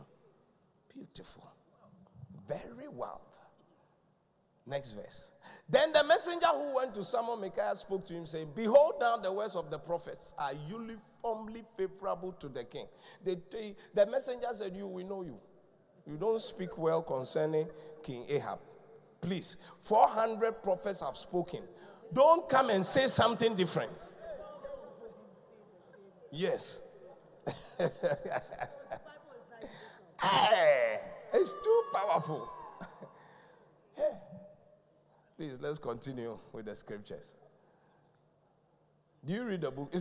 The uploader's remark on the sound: Preached at The Qodesh